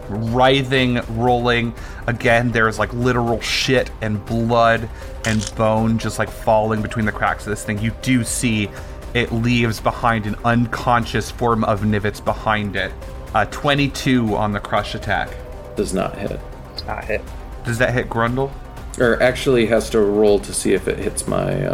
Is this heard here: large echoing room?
no